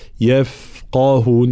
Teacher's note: ترقيق جميع الحروف ما عدا حرف القاف